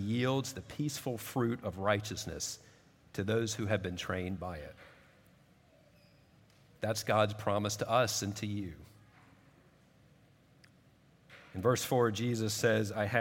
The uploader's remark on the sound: At Redeemer Presbyterian Church in Charleston, SC